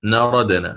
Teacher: فانتقل مباشرة من النون المفتوحة إلى الراء المفتوحة، وهذه هي التي ترونها أمامكم، يعني الفتحة إن شئنا أو العلامة التي فوق الألف كناية على النقل.